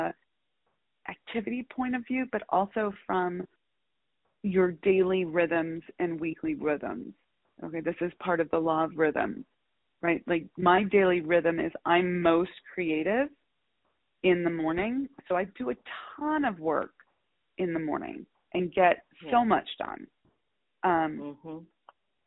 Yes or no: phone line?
yes